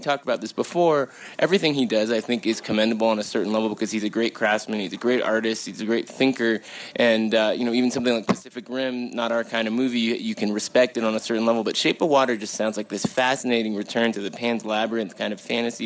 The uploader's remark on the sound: sit down at the Telluride Film Festival